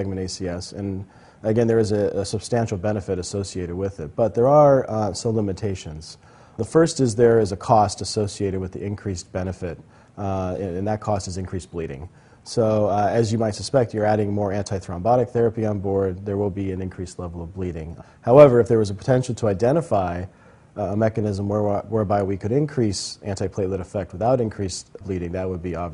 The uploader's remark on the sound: recorded in December 2010 during the 45th ASHP Midyear Clinical Meeting and Exhibition